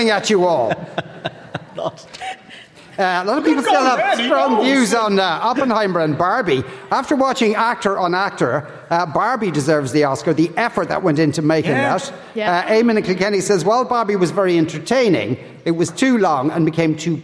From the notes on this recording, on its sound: LIVE from Stella Cinema in Rathmines.